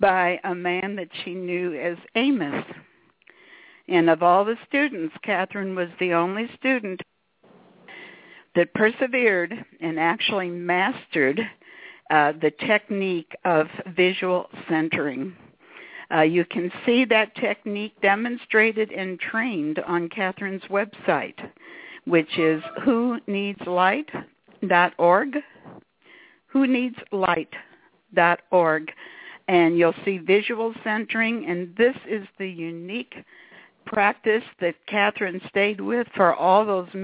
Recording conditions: phone line